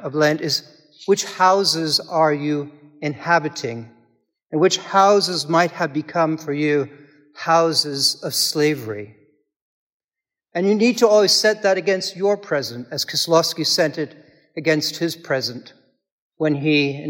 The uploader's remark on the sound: This is a recording from the service of Holy Communion according to the Book of Common Prayer (1662).